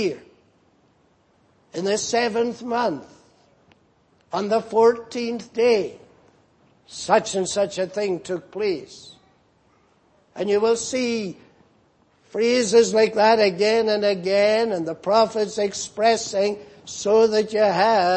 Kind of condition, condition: setting, large echoing room